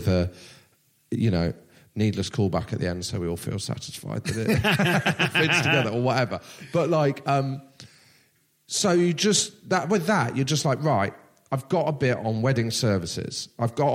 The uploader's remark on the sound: Live at Machynlleth Comedy Festival